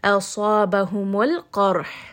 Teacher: Qaf is a heavy letter. So we're going to make sure we have that fullness. The back of the tongue should be raised. · for the ha, we learned that this is a throat letter. You should feel that there's a little bit of warm air coming, a little bit of constriction on the throat.